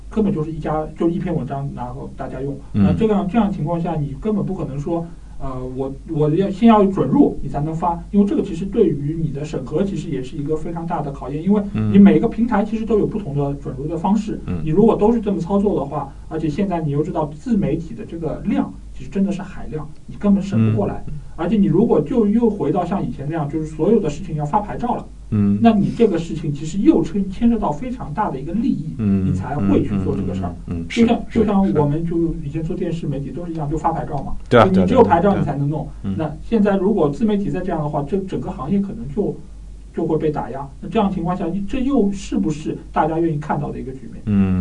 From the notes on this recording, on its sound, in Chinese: 这期节目其实音质不过关，但因为实在无法挽救，所以就只能以这个形式上线了，实际上有点半成品的味道。